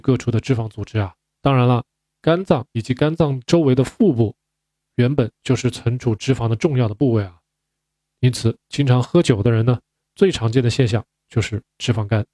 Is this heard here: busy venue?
no